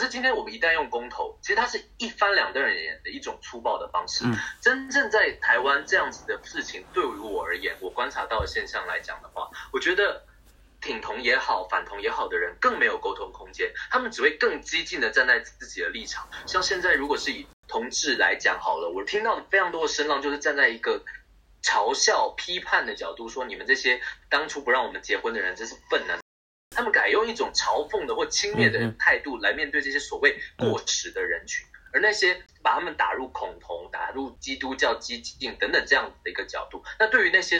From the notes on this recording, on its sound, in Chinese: 抱歉由於越洋訪問所以今天收音出了問題。